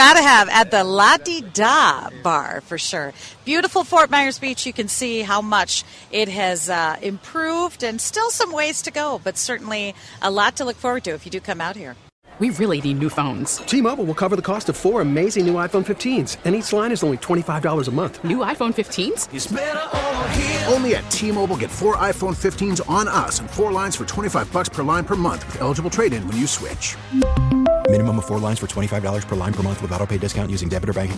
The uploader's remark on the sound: While walking the beaches of Fort Myers.